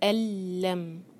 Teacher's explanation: نون ساکن کے بعد لام ہے ادغام بغیر غنہ کا. اللم یا رو ہیوی ہو ہم چار حرکہ کھینچیں گے.